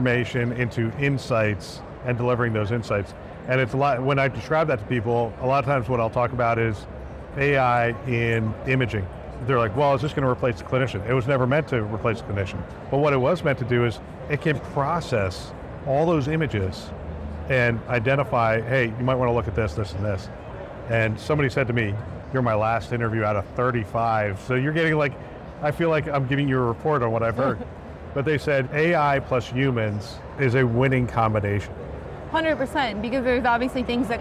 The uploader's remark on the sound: Interview in Action live from HIMSS 2023